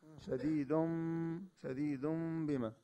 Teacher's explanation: ميم مش ميم قوية، ميم ضعيفة، حتى هني بيقولوا ميم مخفات يعني مخفية مع غنة · Term: الاقلاب